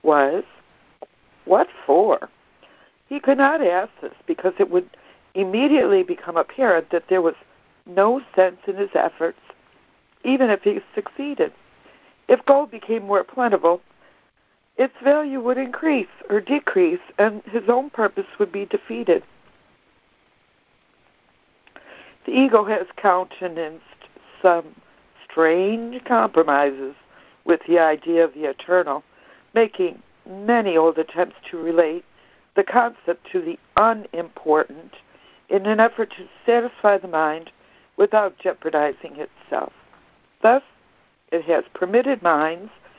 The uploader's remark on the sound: ACIM Daily Conference Call